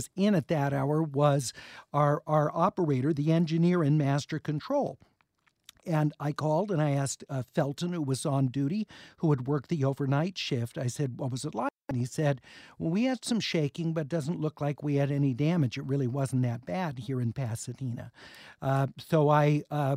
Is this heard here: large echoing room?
no